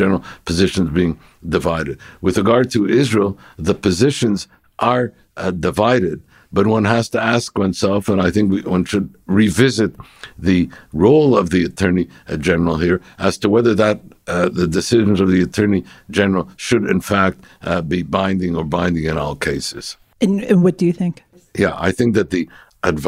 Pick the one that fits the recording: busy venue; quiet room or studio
quiet room or studio